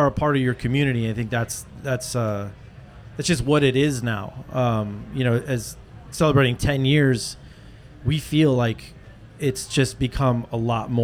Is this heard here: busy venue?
yes